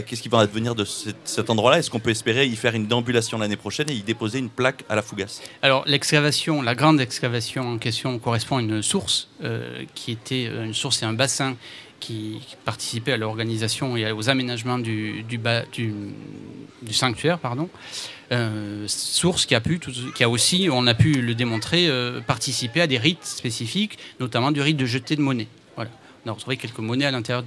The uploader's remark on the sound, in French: Radio Live et participative pour la Festa Fogassa 2017 sur le thème de la fête.